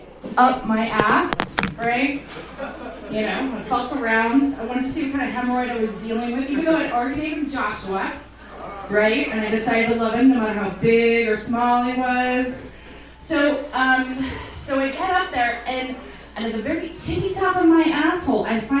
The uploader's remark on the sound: Stand Up At Jai-Thai. By comedy club I mean the Tuesday night open mic night at Jai Thai.